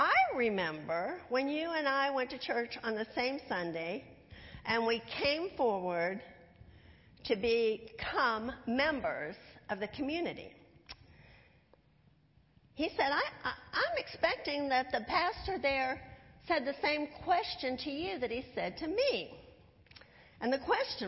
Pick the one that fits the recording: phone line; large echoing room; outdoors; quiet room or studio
large echoing room